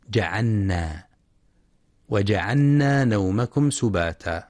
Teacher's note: واحرص على السكون في جعلنا، أي سكون اللام وإظهارها